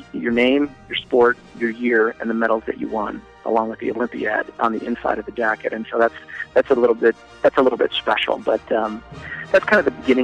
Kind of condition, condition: link, phone line